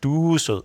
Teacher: Man kan også godt trække vokalen lidt ud og sige, du er sød.